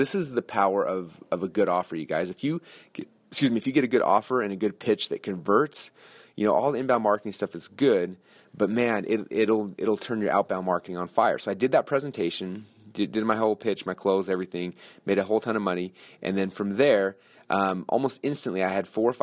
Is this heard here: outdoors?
no